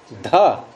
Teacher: ये ध महाप्राण भी है घोष भी है